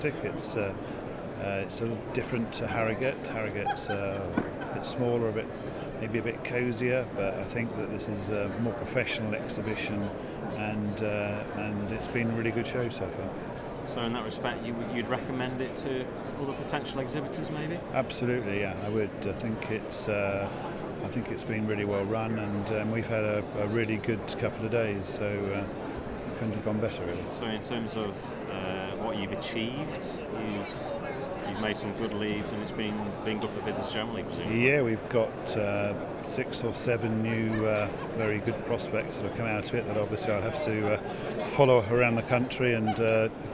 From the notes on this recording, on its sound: Live broadcast from the Federation of Petroleum Suppliers' annual expo 2016 at the Exhibition Centre Liverpool